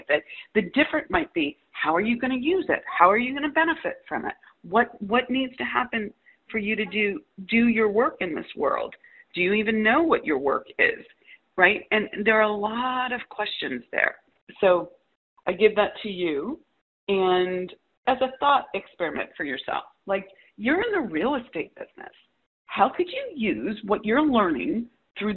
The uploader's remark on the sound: All of these coaching calls have been recorded with permission, and the sound quality may vary.